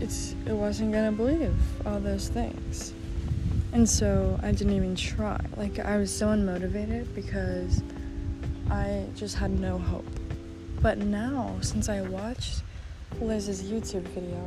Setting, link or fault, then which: fault, background noise